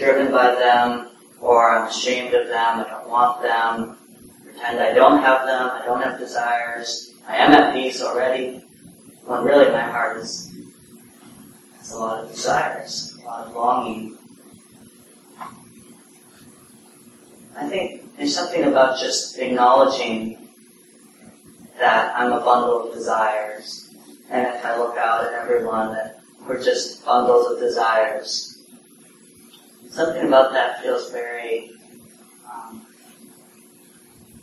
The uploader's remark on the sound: (Common Ground Meditation Center) Please note the audio quality is somewhat poor.